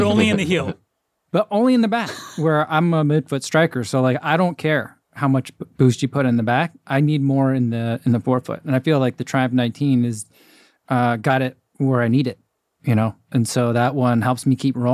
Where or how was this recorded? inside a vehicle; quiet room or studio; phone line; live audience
quiet room or studio